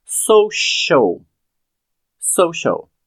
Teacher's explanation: O social, esse C do social, no meio da palavra, é sh.